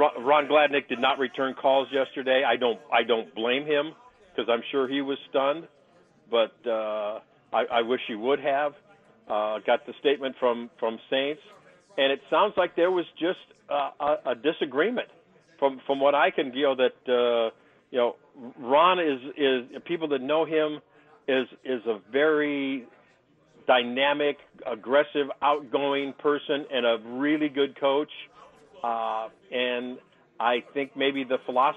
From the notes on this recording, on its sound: from media day at the 124th Army-Navy Game in Boston